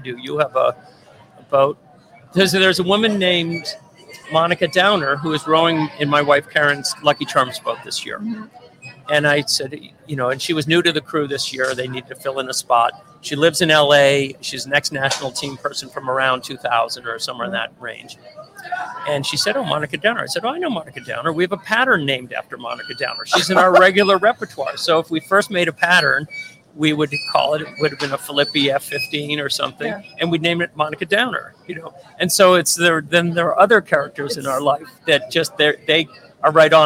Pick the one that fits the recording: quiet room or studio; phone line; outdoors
outdoors